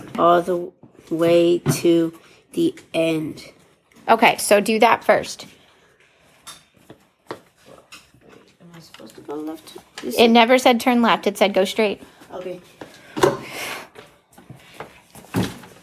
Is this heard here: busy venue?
no